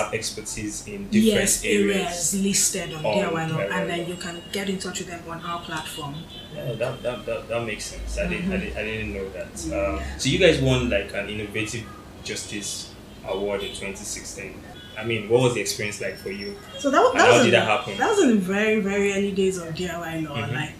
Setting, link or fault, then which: fault, background noise